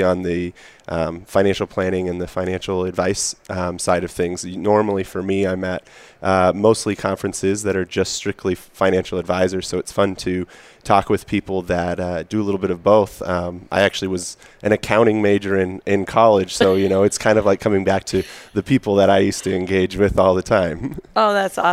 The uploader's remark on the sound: Live from AICPA Engage 2018